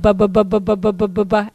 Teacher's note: the bilabial consonants that we say with our lips. These are the first ones a baby learns, is ba ba ba ba ba ba ba ba ba ba with a B.